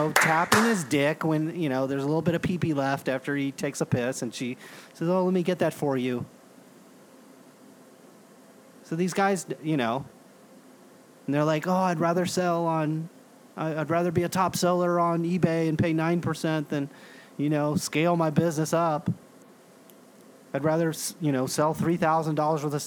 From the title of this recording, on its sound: From The 2017 NSCC